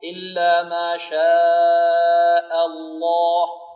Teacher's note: والهمزة هنا مرققة، وبعدها اللام في لفظ الجلالة مغلظة